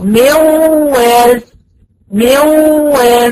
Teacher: في موال برضو هشيل النون وهنقل من الميم للواو